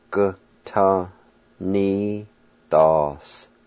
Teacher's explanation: The V with the G at the very beginning will be silent. And you just kind of pronounce the G sound, but the G sound almost turns to a K sound